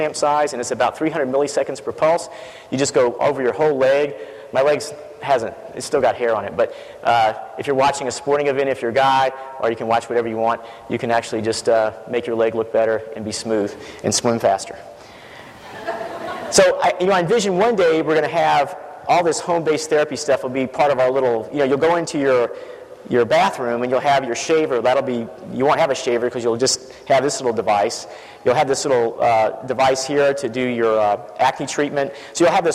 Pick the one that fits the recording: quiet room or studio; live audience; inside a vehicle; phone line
live audience